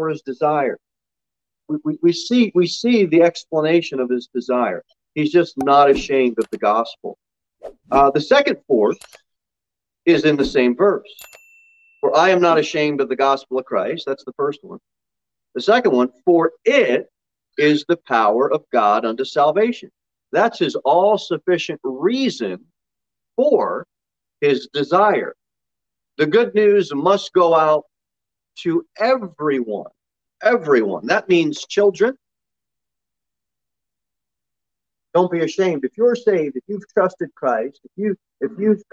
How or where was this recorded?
large echoing room